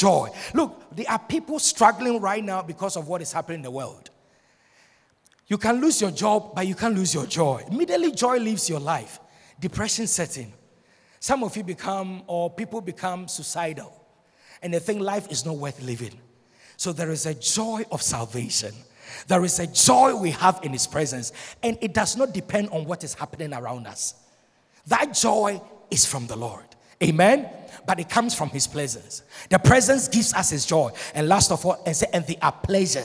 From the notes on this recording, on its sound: Sermon preached at Shiashie Campus